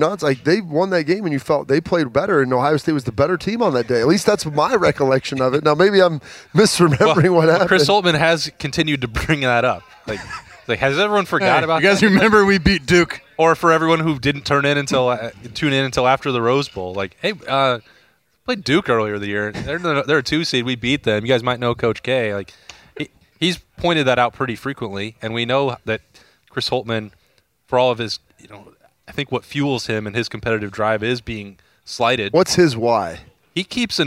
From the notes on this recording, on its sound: The Lettermen Live crew was back at Roosters on Monday afternoon. There was a lot of ground to cover in the fun, casual conversation.